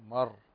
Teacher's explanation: فتفخم الراء لأن ساكنة وقبلها مفتوح · Term: تفخيم الراء